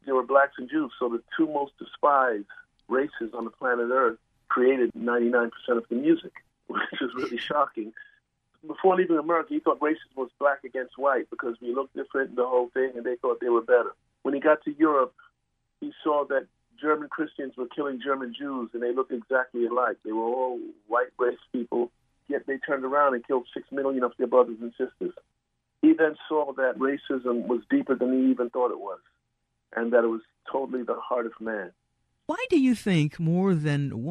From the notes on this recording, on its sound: Joins us by phone from L.A.